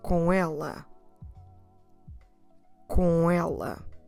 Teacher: Although they are two separate words, we'll try to run them together because again, ela starts with a vowel and com ends with a vowel sound, a nasal vowel sound, on. So running them together, we get com ela, com ela.